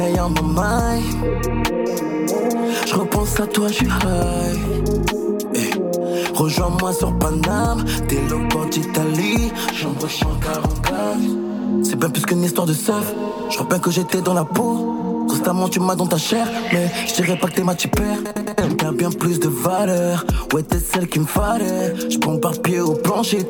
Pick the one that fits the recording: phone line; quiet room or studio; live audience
phone line